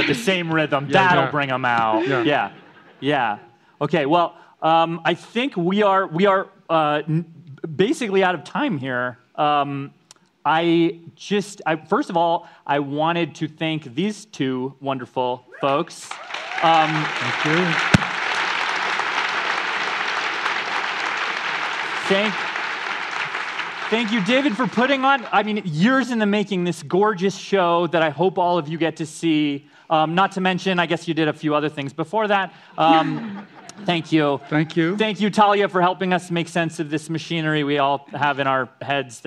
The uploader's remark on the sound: A live conversation. At the Denver Center for the Performing Arts.